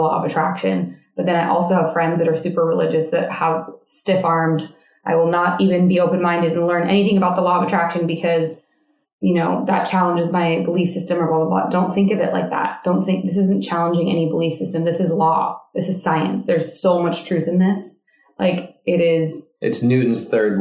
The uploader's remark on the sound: Our mic hookup got messed up for this episode! The audio is decent.